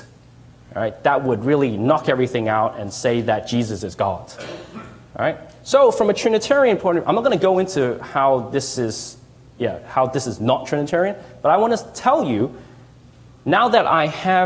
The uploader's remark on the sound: Delivered this message at LHIM ‘s annual 2017 Kingdom Fest. Delivered this message at LHIM ‘s annual 2017 Kingdom Fest.